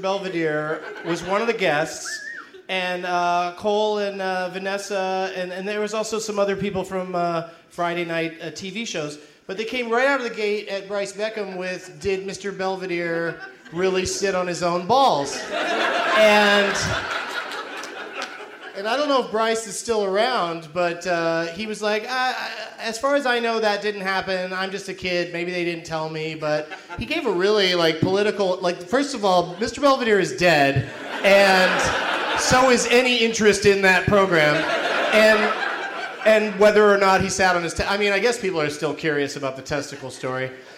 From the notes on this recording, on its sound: Recording live at L.A. Podfest in Santa Monica.